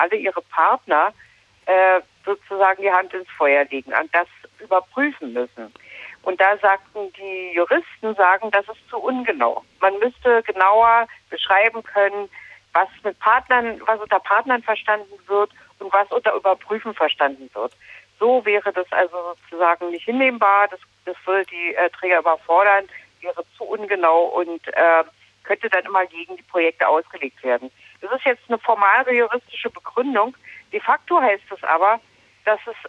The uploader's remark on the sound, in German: Am Telefon hatten wir